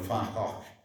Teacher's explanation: perché la V si pronuncia F come in tedesco e la G e la H si aspirano